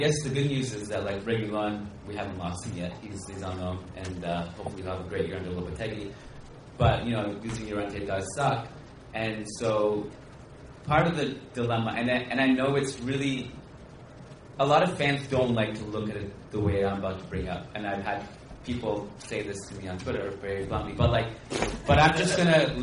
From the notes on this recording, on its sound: This episode of the Managing Madrid Podcast was recorded in New York City, in front of a live audience at the Playwright Irish Pub.